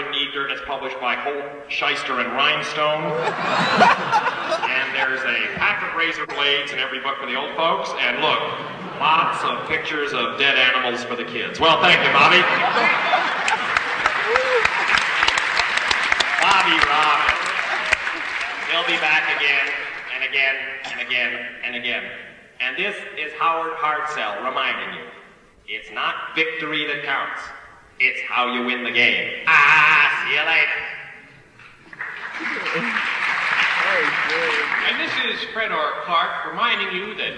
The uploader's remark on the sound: Live at Royce Hall, UCLA